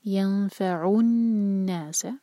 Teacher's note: ینفع الناس، عین کے دومہ کے لیے ہوٹ گول، اور جب بھی دومہ آئے ہمارے ہوٹ گول ہونی چاہیے تاکہ دومہ کا ساؤنڈ جو ہے کرسپ نکلے، کیونکہ دومہ کے لیے او جیسی آواز نہیں آئے گی، یو جیسی آواز آئے گی